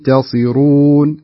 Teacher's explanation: النون الساكنة إذا أتى بعد حرف التاء فيكون حكم الغنة، حكم الغنة ترقيق، ولا تؤثر أيضا الصاد عليها، ليس لها علاقة، فنقرأها بهذا الشكل ينتصرون، فلا أقول ينط ينتصرون، لا أقول ينتصرون بهذا الشكل.